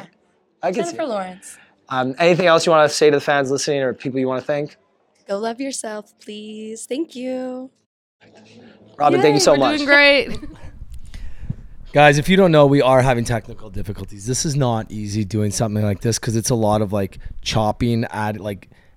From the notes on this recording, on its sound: The Pal’s go LIVE at the CMAO Awards. While this was our first every live Q and A, we enjoyed chatting with winners, nominees and presenters such as.